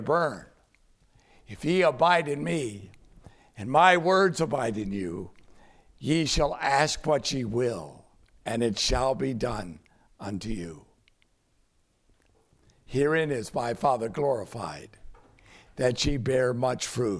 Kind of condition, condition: setting, large echoing room